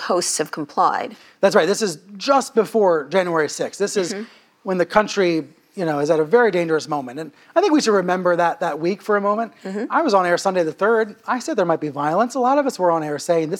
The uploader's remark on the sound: This interview was recorded live at 92NY.